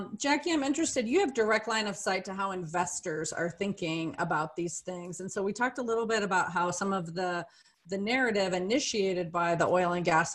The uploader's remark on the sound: This episode was originally recorded as a webinar